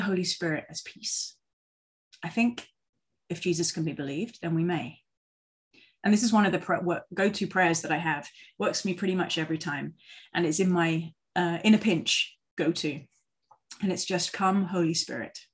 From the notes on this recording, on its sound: For this zoom service